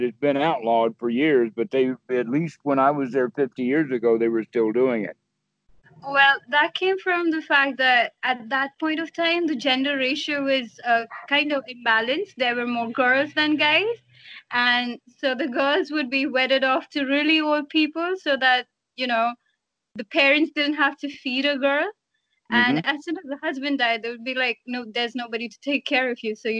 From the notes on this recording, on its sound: skype calls on this channel